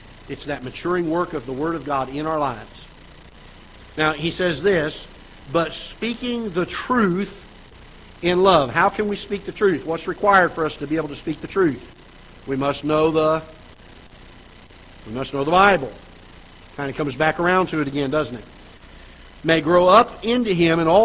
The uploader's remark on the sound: Ketha Heights Baptist Church ~ Live Broadcast